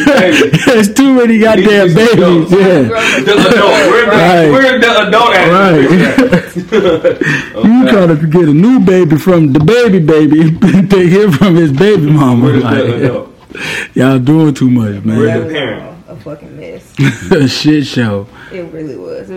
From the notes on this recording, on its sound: Is coming to you live from Satan's asshole...and we've got guests! We're aware the sound is a little...